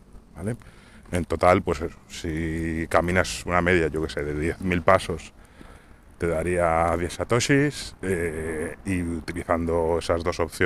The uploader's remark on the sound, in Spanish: (Audio regulinchi). El audio tiene una calidad bastante pobre debido al viento.